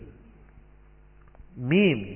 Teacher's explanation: Yang kedua, ikhfa syafawi. Disebut syafawi karena mim keluarnya dari bibir.